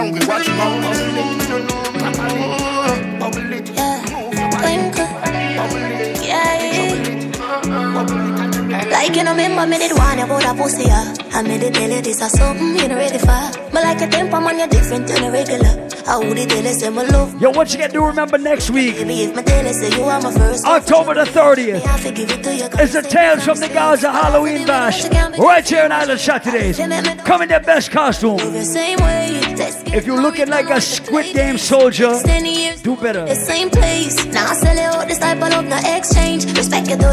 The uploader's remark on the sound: Live audio recording of my set at island saturdays on oct 23rd